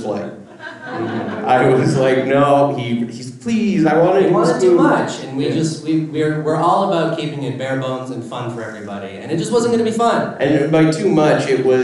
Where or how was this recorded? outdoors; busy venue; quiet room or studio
busy venue